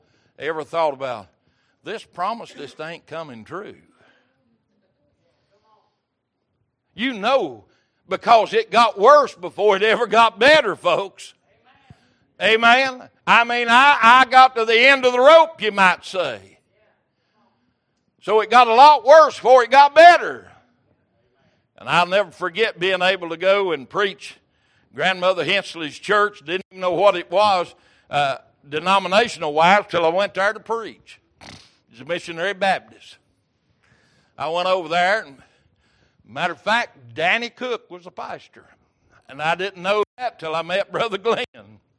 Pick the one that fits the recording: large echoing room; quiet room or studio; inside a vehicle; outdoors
large echoing room